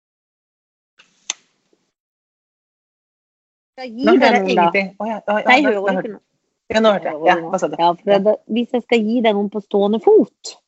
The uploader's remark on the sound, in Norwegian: Tilbake på Skype